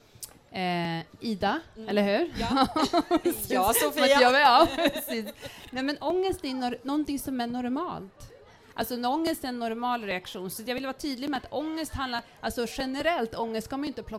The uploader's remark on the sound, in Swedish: Livepodd från den 1/6 under Järvaveckan, hos Make Music Matter.